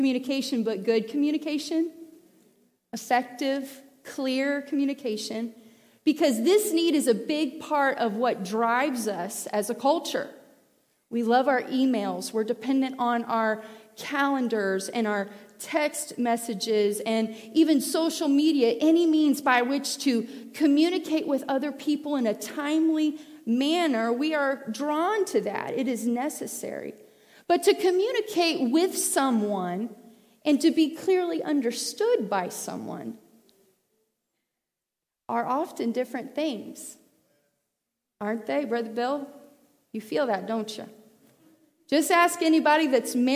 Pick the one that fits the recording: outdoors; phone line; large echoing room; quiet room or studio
large echoing room